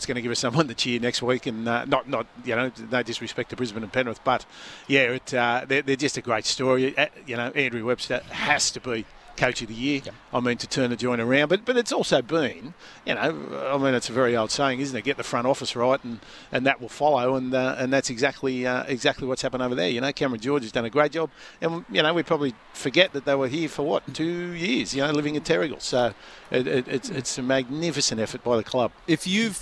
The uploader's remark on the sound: Live from the Donnica Clarke Foundation sponsor appreciation breakfast